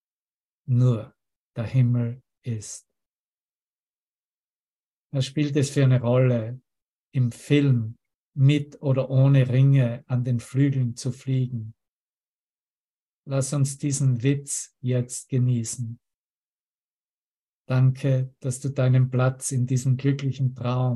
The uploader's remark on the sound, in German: Zoom-Session. Veranstaltet von der Aleph Akademie.